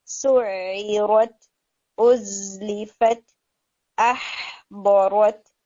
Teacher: پھر اسی طرح سے جو این میں تاز آ رہے ہیں، جیسے میں بھی بات کری تھی، آپ نے بھی اس کے اوپر پریکٹس کرنی ہے کہ تا کو ہٹ کرنے کے بعد تھوڑی سی ہمس کریں، سعیرت، ازلیفت، احبورت، لائک دیٹ، ٹھیک ہے، تو تھوڑی ہمز کی اس میں تھوڑی ضرورت ہے.